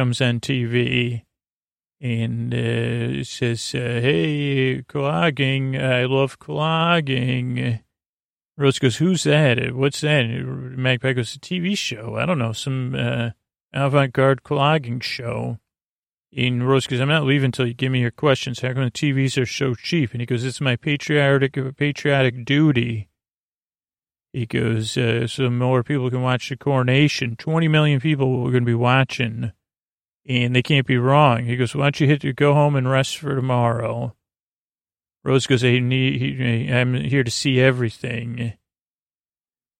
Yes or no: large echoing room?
no